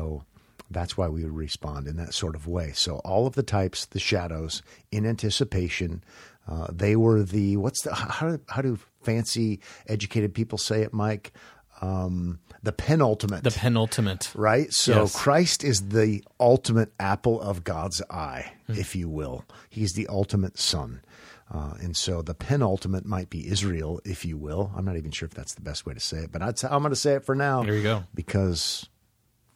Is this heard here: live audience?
no